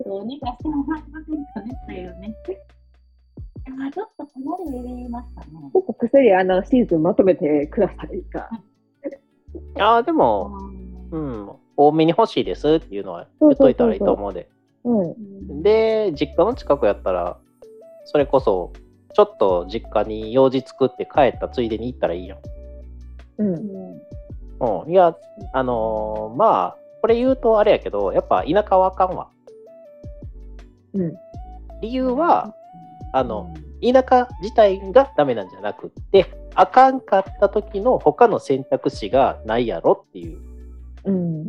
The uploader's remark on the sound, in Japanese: zoomの音声なので少し聞き取りづらいと思いますがすいません